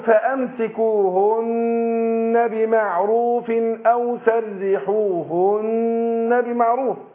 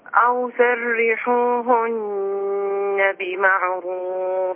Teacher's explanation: النون المشددة بنديهن حركتين · Term: الغنة حركتين